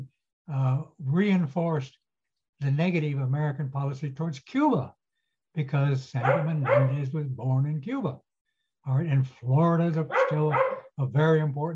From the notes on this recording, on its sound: This public talk was conducted online via Zoom.